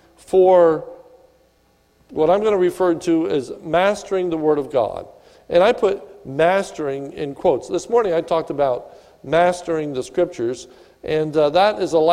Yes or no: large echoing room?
yes